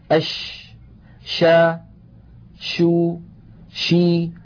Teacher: صوت حرف الشين ينتشر الصوت في الفم · Term: التفشي